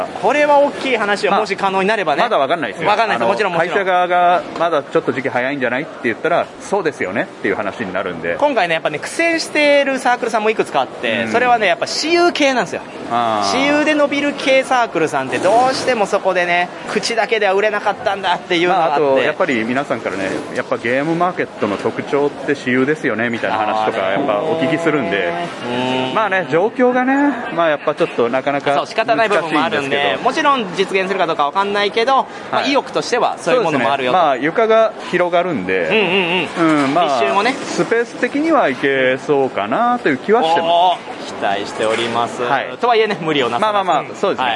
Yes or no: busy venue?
yes